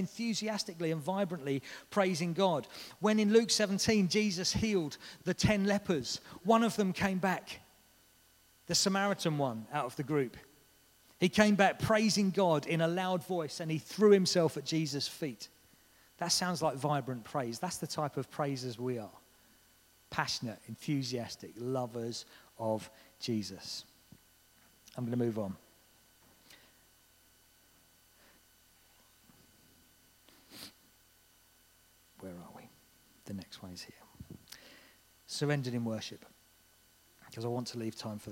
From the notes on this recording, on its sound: This was recorded at Skylark Church on 8th September 2019.